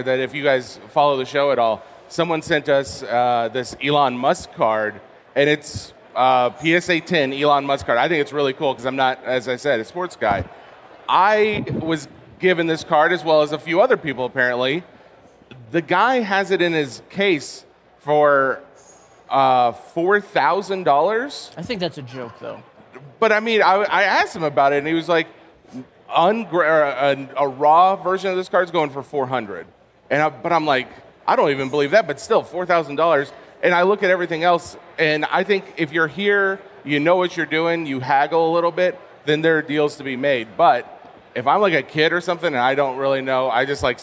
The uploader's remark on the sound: live from the main stage of the National Sports Collectors Convention in Chicago, also known as The National.